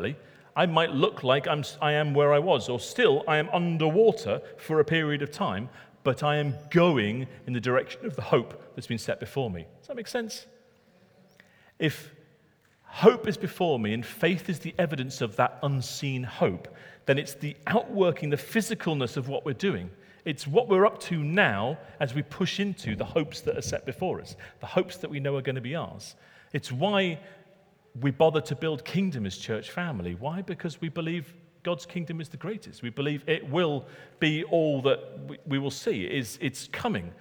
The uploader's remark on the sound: Recorded at Middlesbrough Community Church.